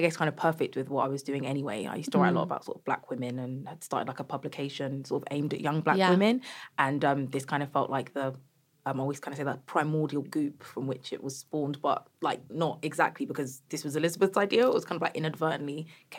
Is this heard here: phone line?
no